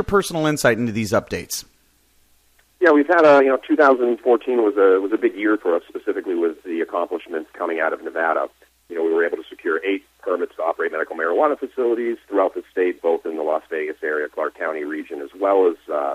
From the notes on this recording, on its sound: called in to SmallCapVoice